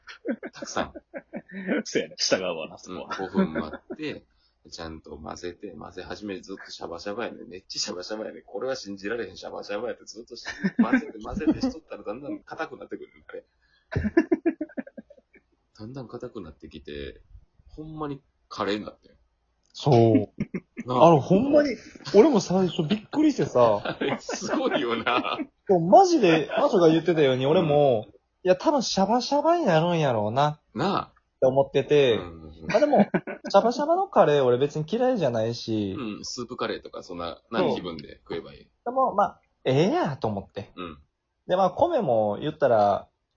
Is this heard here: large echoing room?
no